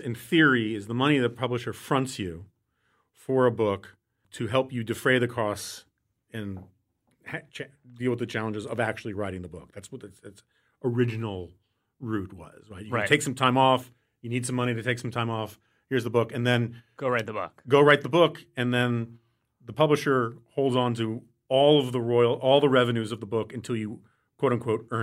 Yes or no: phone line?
no